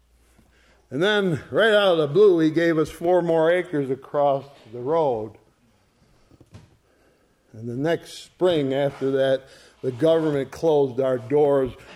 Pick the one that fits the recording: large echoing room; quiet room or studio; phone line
large echoing room